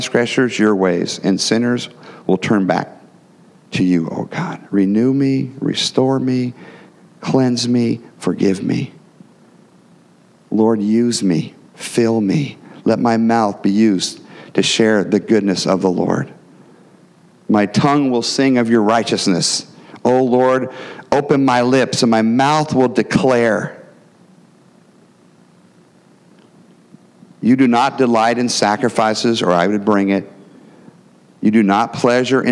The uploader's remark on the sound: the gospel preached at our church on Sunday